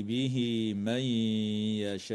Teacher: وتدغم النون الساكنة في الياء مع الغنة من قول الله تعالى من يشاء